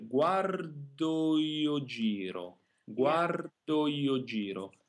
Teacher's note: make sure to sing both of the O's identically, and between them, just a little bending to the E sound. So don't try to sing them with too much difference between O, E, O, E, but on the contrary, try to stay on the O and bend it a little bit.